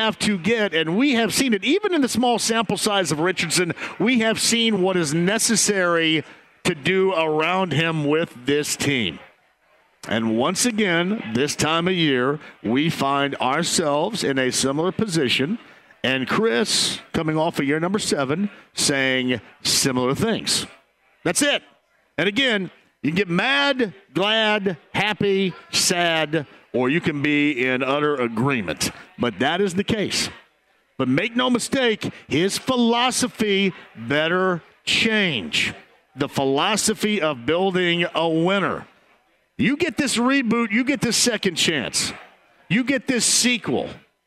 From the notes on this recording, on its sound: Kicks off the show LIVE from Parks Place Pub in Fishers. He also takes a call from a listener of the show!